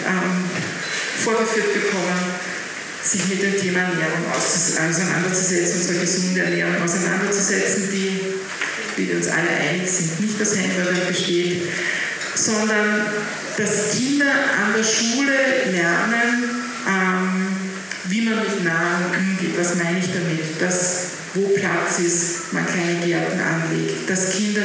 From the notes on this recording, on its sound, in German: Talking Red Live: Bildungsgipfel. Bitte entschuldigt die nicht ganz optimale Tonqualität unserer Live-Aufzeichnung.